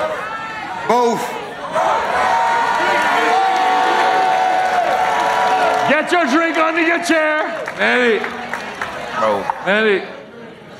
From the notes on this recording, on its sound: Live from REVOLT World